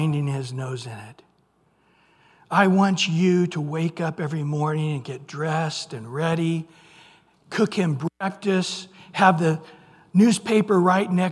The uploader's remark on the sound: Recorded at Calvary Chapel of Los Alamitos